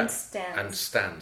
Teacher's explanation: it's almost like you're not exploding the D, you're sort of saying it very softly.